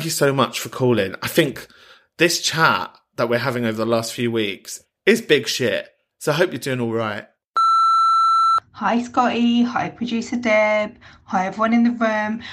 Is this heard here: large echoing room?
no